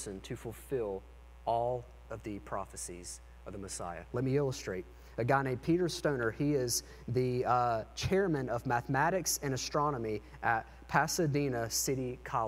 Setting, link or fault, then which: setting, large echoing room